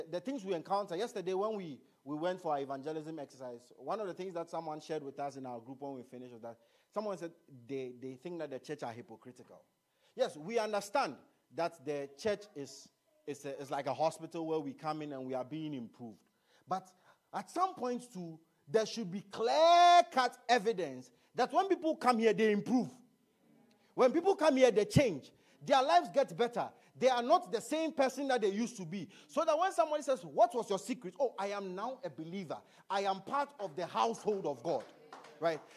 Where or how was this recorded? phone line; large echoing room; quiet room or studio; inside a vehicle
large echoing room